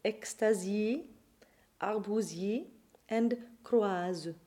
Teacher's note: As in so many languages, an intervocalic S in French becomes a voiced phonetic Z.